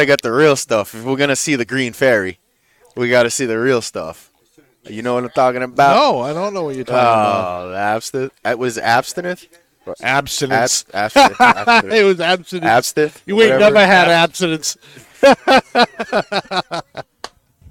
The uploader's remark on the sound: Recorded live from the 7-20-4 Lounge!